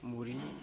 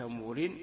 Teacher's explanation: إذا قلت مورين هكذا فقد حذفت الياء ونونت الراء · Shown in: second take